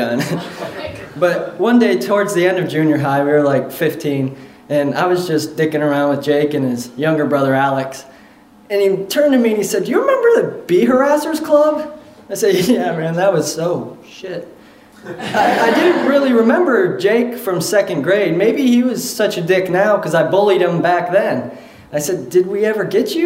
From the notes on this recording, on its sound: Live From Pittsburgh!